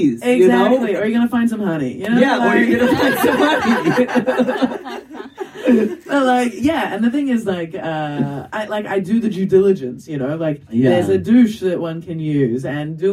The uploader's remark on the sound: talk live at Podfest Berlin